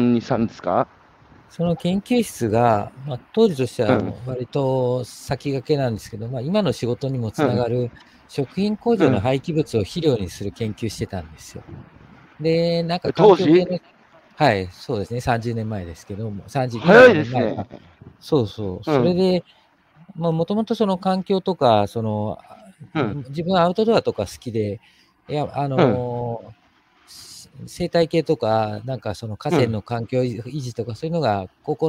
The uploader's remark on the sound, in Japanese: 歩きながら1時間、対談する。